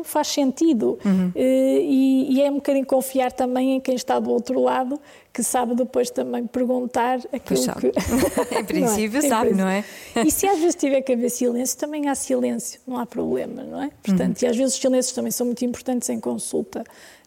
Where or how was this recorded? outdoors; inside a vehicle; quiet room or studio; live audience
live audience